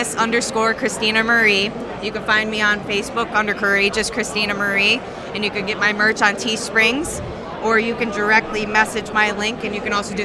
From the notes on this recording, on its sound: joins the show LIVE from Wrestlebash 22 courtesy of Parker Kane Promotions